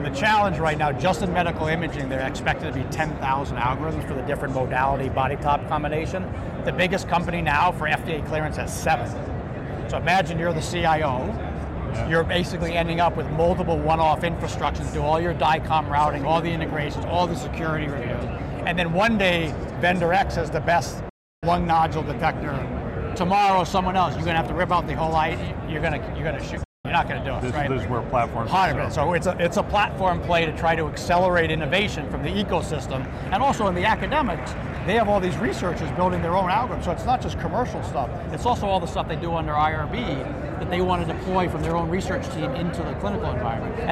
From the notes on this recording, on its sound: Interview in Action live from HLTH